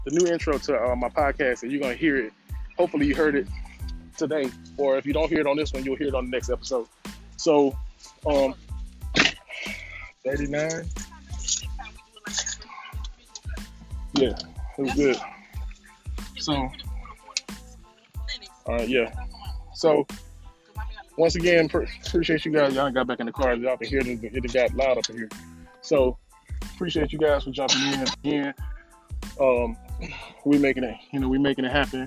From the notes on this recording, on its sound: We are staying safe in the quarantine but I had to make a run for my wife’s birthday! I’m outside of Empire Wings with a face mask on!